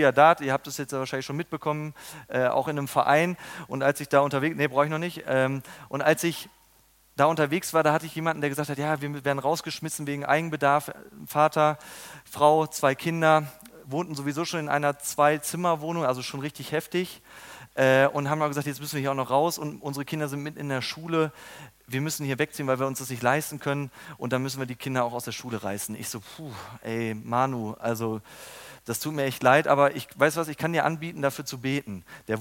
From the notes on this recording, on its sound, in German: Beim Youth Prayer Congress am 29.02.2020.